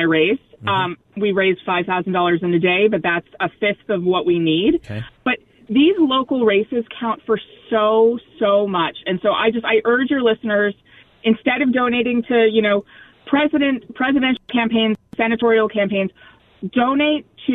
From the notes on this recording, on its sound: by phone